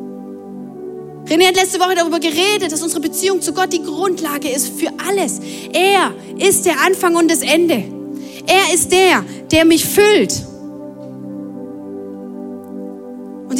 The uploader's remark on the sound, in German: Audiomitschnitt der Predigt